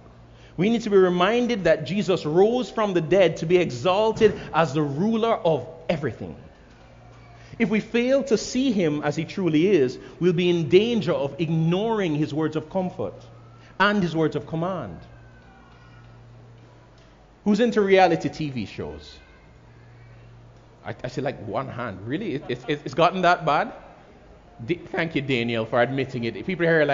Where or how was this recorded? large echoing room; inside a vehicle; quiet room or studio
large echoing room